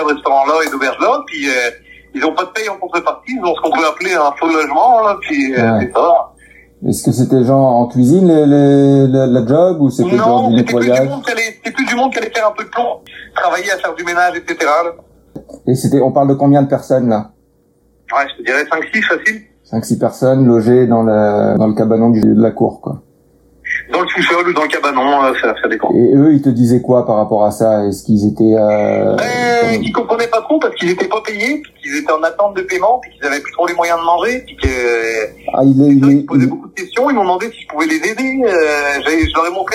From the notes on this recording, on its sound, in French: enregistré par téléphone